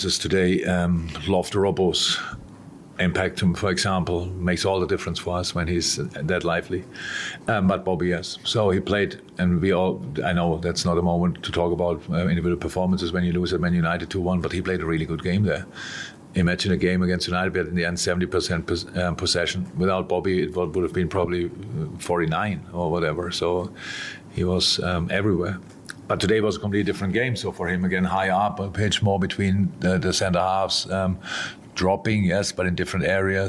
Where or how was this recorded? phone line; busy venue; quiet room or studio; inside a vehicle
busy venue